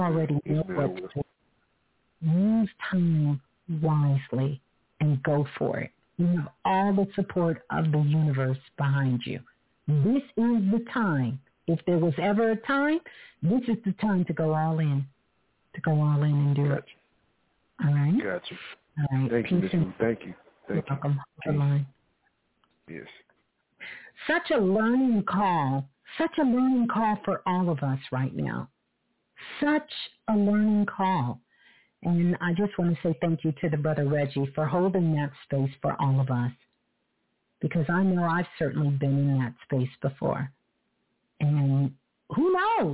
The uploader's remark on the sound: Sunday Live. Call In Show.